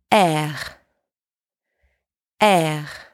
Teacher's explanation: The back of your tongue is lifted and closer to the palate, as if you're about to gargle. R. Now, try to produce soft friction. · Term: French R